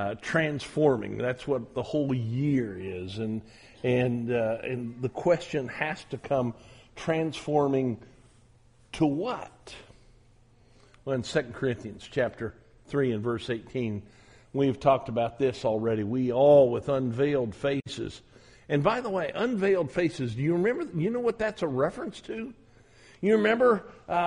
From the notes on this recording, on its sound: At the Southwest Church of Christ in Omaha, Nebraska.